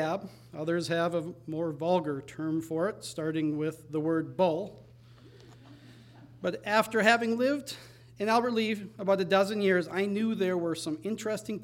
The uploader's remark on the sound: Recorded live at the Marion Ross Performing Arts Center in Albert Lea, MN.